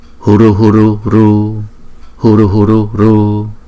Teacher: chữ u cuối này bởi vì nó là cuối câu cho nên chúng ta ngân một chút là huru huru ru.